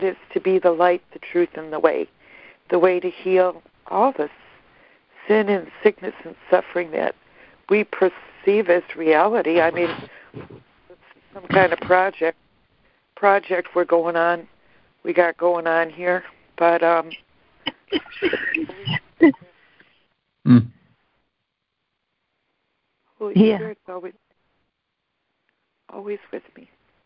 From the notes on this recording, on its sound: ACIM Daily Conference Call.